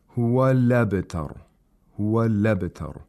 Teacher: So we pronounce the lam with fatha, and the hamza is the other hamza, hamzatul qat, is disregarded because naql takes place.